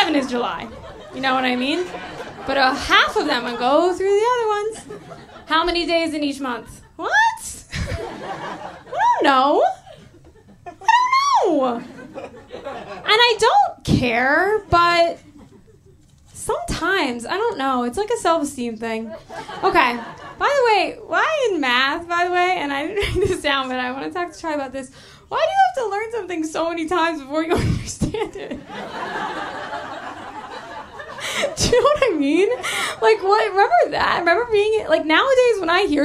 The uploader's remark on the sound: Live Show